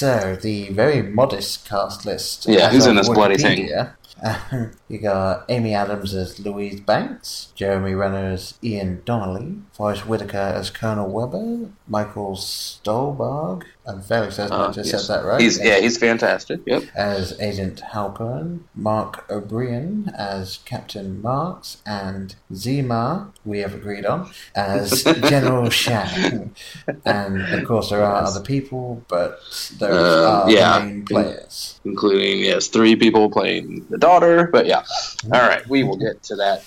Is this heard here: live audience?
no